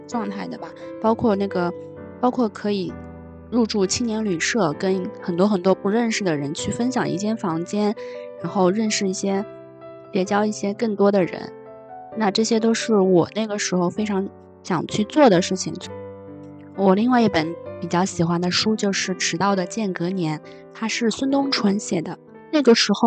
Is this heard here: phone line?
no